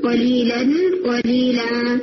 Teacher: تو جہاں کہیں آپ اسٹاپ کریں گے فتحہ تان کے اوپر وہاں پر آپ ایک فتحہ پڑھیں گے اور دوسری کو الف مد بنا دیں گے